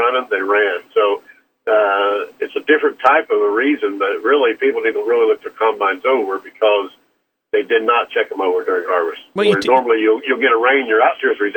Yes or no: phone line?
yes